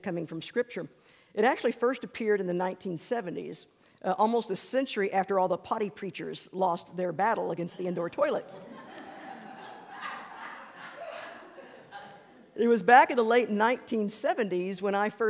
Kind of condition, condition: setting, large echoing room